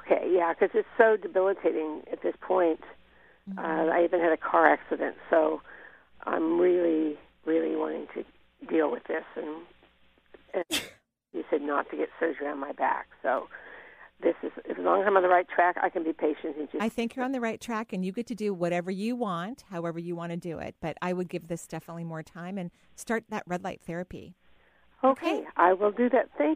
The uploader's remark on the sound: we're doing a live call-in show today!